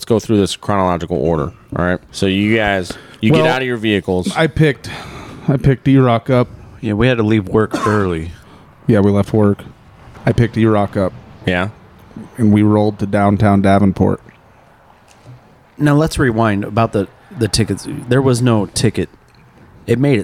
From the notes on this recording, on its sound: were on the ground at the rally and had some good conversations with people outside the theater